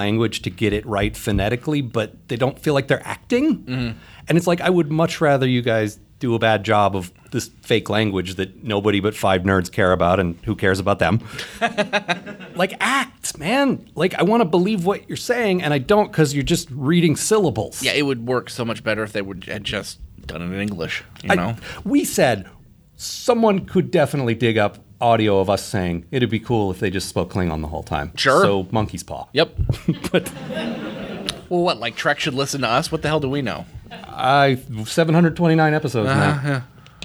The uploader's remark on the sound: Recorded live at the Pocket Theater in Seattle.